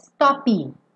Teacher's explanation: Porque não tem esse i depois do p. Esse p vem cortar o som do o e acabou a palavra. Se eu ficasse stop, stop, o p corta, eu não falo stop, tá?